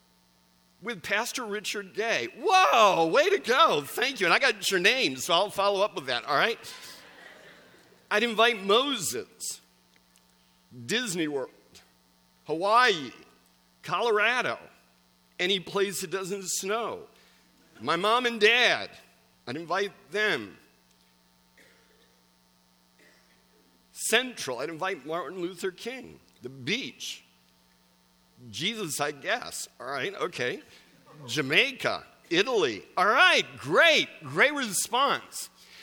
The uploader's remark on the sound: Recorded December 17, 2017 at Central: A Christ-Centered Church, Ewing, NJ.